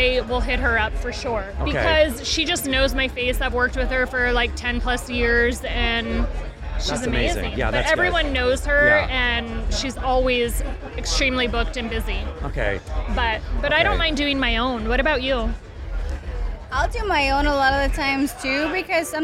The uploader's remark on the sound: recorded at the Virgin Hotel's Elia Beach Club in Las Vegas